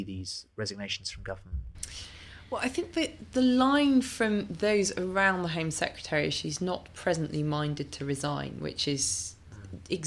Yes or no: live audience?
no